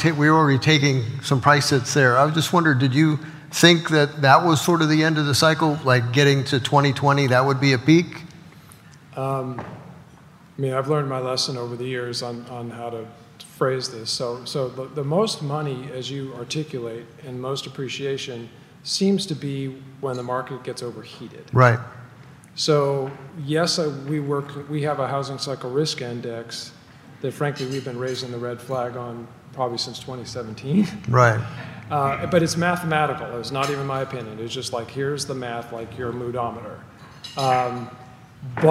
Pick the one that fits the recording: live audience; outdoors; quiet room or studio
live audience